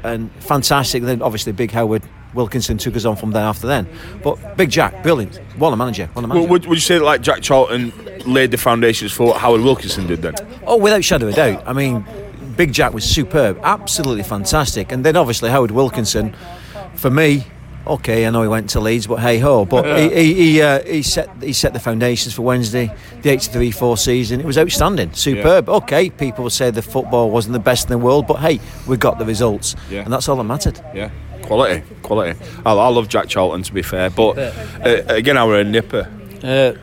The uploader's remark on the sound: It’s a podcast recorded outside on the streets of Malta next to the sea in the January sunshine.